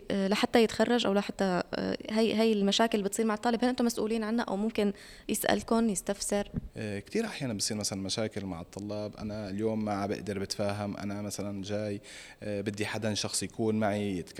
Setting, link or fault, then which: setting, busy venue